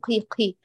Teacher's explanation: لو ضبطتي مخرج القاف حتما ستقرأ معك مجهورة لكن أنت متقدمة إلى بقعة الكاف أكثر فبالتالي خرجت معك قي قي محتاجة تعودي بالبقعة إلى الخلف شيئا يسيرا قي قي قي قي مستقيم.